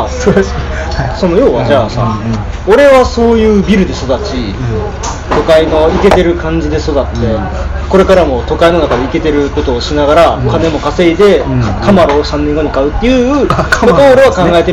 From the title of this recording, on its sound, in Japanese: トークイベント後の打ち上げにて